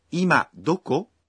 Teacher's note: Say it with a rising intonation.